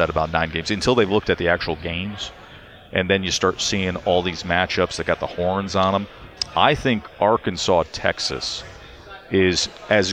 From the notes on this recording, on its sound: LIVE from Radio Row!